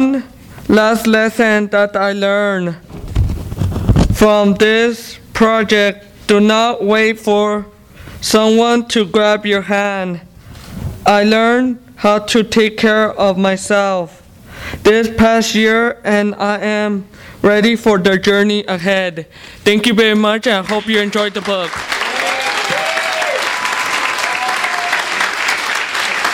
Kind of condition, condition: setting, live audience